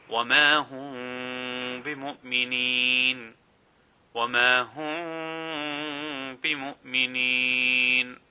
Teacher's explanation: The mim will be pronounced but incompletely, meaning the lips will not come together and there will be a lengthening sound. So this is known as ikhfa. · Just remember that whenever there is a mim sakin followed by a ba, then ikhfa will take place and a lengthening of the mim will take place. The mim will not be pronounced completely, and the lengthening will take place at the same time.